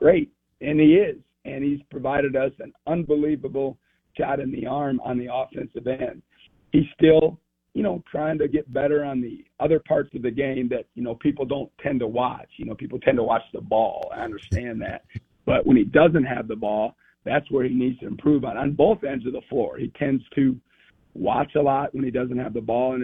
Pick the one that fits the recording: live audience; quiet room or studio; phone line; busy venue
phone line